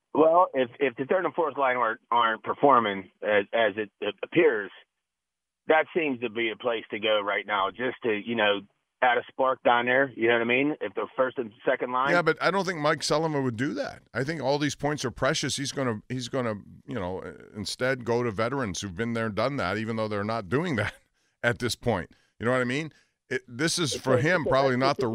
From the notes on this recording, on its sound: Also, more of YOUR phone calls!